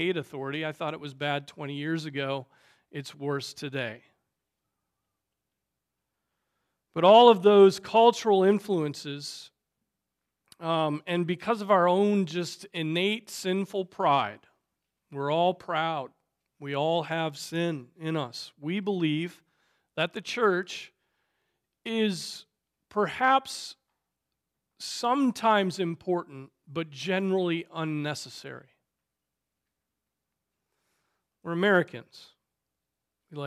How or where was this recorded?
large echoing room